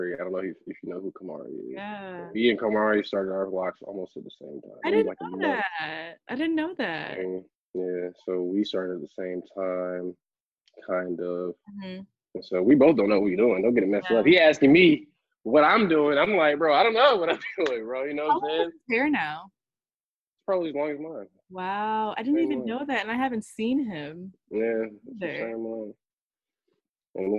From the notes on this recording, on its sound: Joins me for a Zoom call.